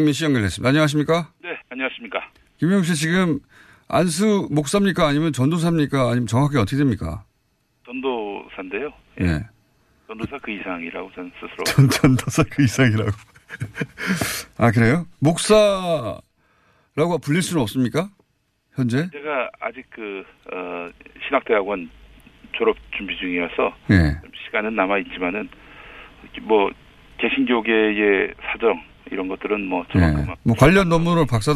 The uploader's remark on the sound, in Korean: 전화연결